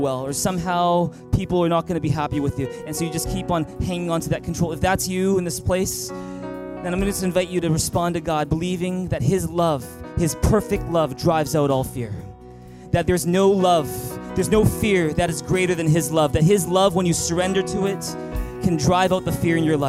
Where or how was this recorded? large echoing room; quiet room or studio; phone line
large echoing room